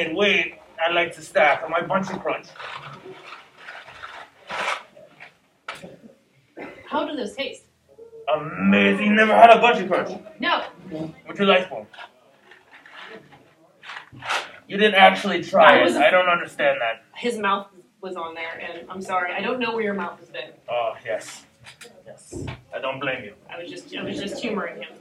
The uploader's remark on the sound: Indy Mayhem Show On Location: Frightmare